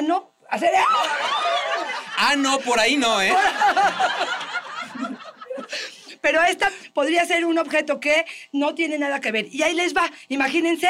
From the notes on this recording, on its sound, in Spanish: (En vivo). Escucha el episodio especial con público.